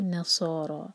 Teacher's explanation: اور صاد کو منہ بھر کر پڑھیں گے، یہاں پر واؤ کا ٹچ نہ آئے، نہ سو نہیں ہوگا، نہ سو، نہ سو را را را ہیوی، اور دو حرکہ تہ تہ دو، ساکن کے بعد جو تہ ہے اس پر زور دیا جائے گا، تہ تہ دو.